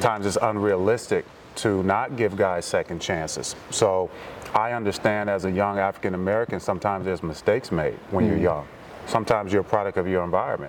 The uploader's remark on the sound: Live from the NTX Combine